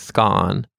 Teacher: pronounce it to rhyme with gone with a short O, like scone.